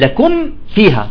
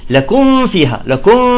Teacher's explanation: أكل الميم وانتقل الفاء مباشرة، فهذا إذن من الأخطاء · Shown in: second take